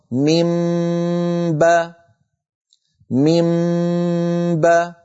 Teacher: ميم آخرها شفتان منطبقتان، بعدي بدايتها شفتان منطبقتان، فلو وضعنا هذه إلى جنب هذه تصير ميم باء، ميم نطبق شفتين باء، وتأتي الغنة الممطوطة ميم باء ميم باء.